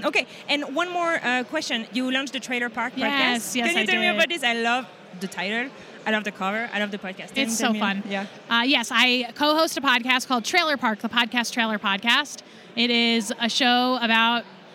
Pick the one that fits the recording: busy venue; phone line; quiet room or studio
busy venue